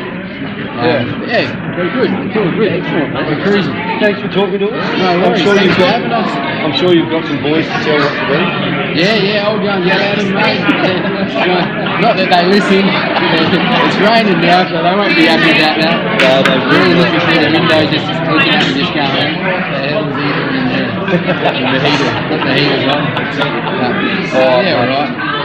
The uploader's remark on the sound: Outside Broadcast Ironbank, Cherry Gardens Football Club